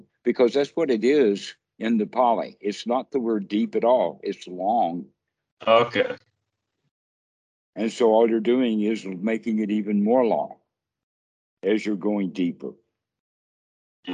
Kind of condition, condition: link, video call